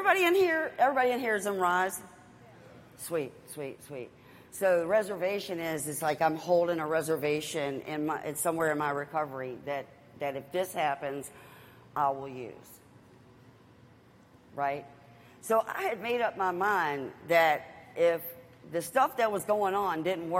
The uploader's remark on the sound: Live at Henrico East Jail